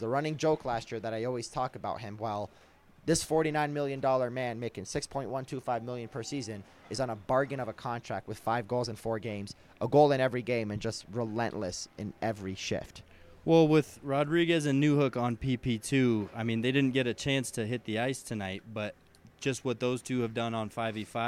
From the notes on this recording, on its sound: live at Ball Arena